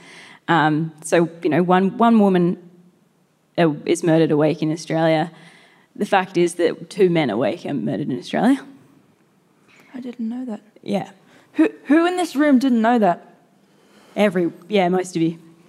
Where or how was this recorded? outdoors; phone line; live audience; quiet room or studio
live audience